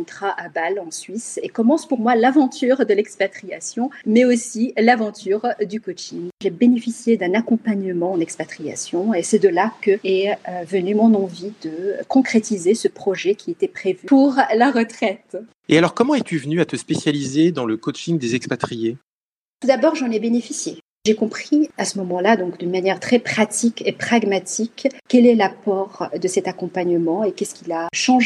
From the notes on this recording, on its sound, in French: Se sont déroulés en visioconférence le 1er avril.